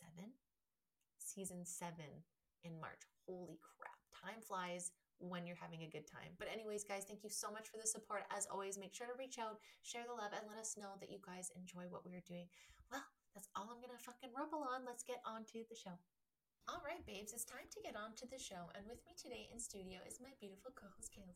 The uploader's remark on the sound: PS my real camera didn’t record so sorry for the shit version. You guys can see now why I use my phone over my laptop.